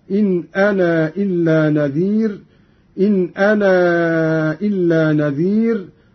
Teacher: قرأ قالون بإثبات الألف وصلا ووقفا، بالخلاف في الوصل عند المد، فيصير عنده وصلا مدا منفصلا هكذا: إن أنا إلا نذير، إن أنا إلا نذير، وله الحذف أيضا إن أنا إلا نذير كحفص.